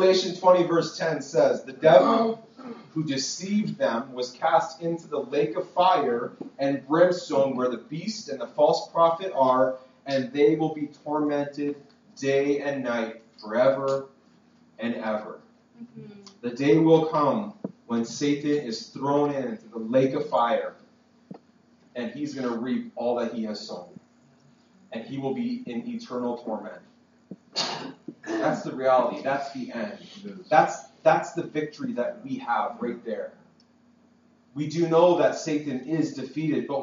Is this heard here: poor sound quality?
yes